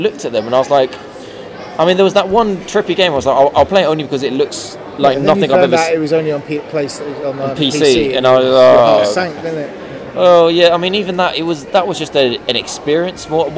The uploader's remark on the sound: EGX 2017. Recorded directly from the Starbucks at EGX.